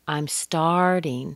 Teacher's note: Be careful of the A-R, R, R. The A plus a little schwa plus an R, R.